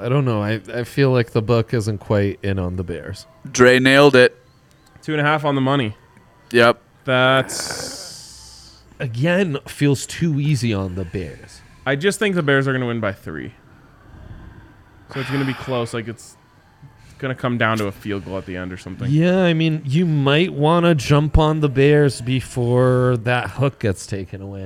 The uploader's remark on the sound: LIVE from the DNVR Bar